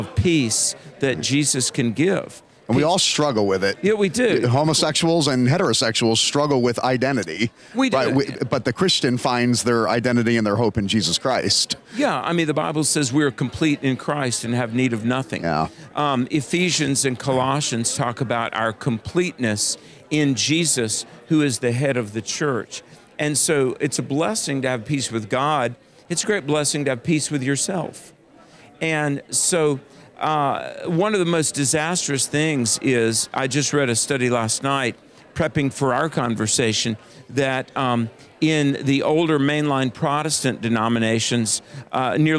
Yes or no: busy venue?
yes